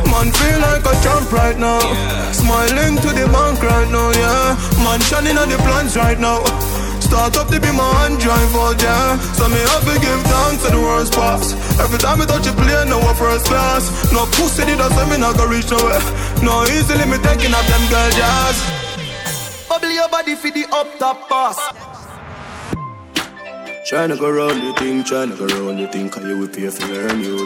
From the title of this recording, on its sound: LIVE AT ISLAND SATURDAYS ON SEPT 29TH